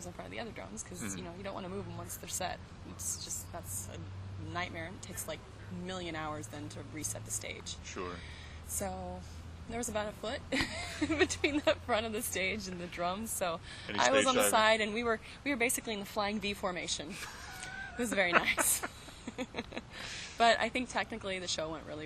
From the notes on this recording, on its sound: Outside The Galaxy Theater in Santa Ana. It was the last interview he did at that venue before they closed it down recently to turn it into a night club.